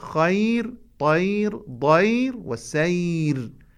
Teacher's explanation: حينما نقف على هذه الكلمات الراء تكون مرققة